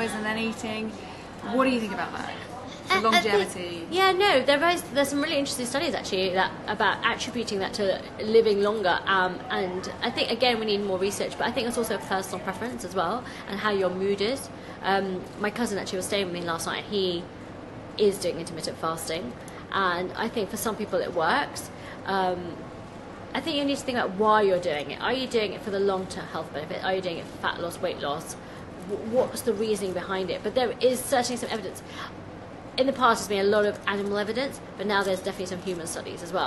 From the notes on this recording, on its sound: This episode was filmed live at Be:Fit London.